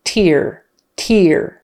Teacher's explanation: Tear, the noun, versus tear, the verb. Tear, with a long E and a vocalic R on the end.